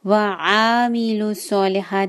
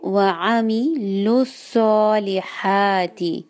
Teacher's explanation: ہم عین کو کھینچ نہیں سکتے. کیوں؟ کہ اس پر صرف فتحہ ہے، صرف زبر ہے · Shown in: second take